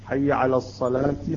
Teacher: نقف عليها بالهاء وهي ساكنة